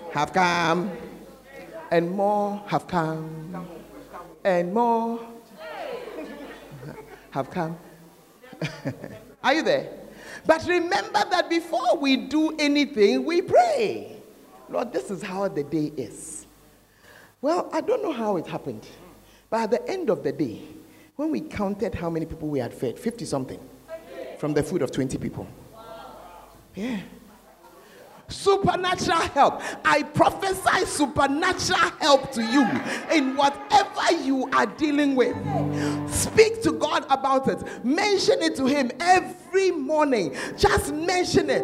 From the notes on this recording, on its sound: Preached at the Fountain of Life Cathedral, Ayeduase